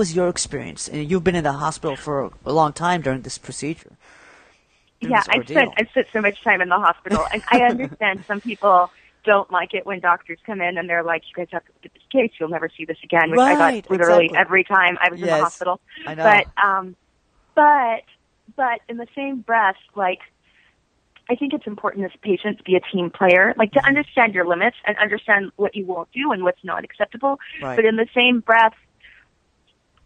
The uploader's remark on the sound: spoke by phone with her